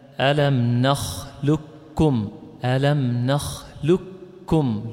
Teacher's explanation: قرأها الإمام قالون بالإدغام الكامل